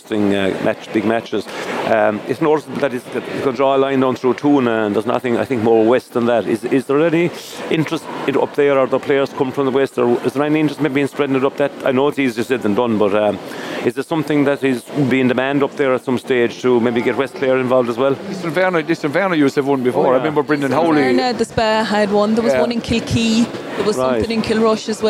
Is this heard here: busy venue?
yes